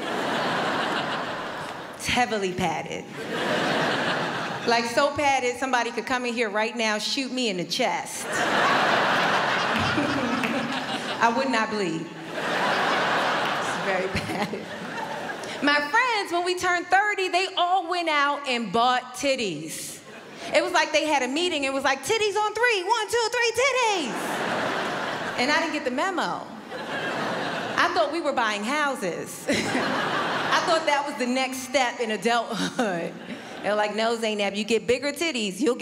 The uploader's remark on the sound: Melbourne International Comedy Festival's Opening Night Comedy Allstars Supershow. Palais Theatre.